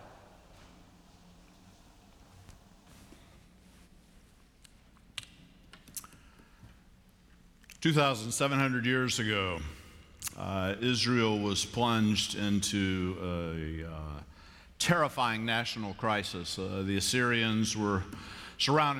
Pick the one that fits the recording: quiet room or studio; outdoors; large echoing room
large echoing room